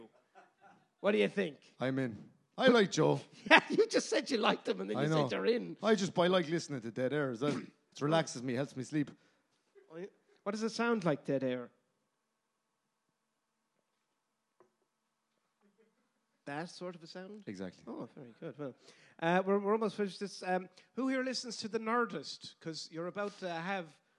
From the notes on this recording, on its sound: LIVE AT THE DUBLIN PODCAST FESTIVAL. Was performed in THE WORKMAN'S, DUBLIN. As part of the DUBLIN PODCAST FESTIVAL.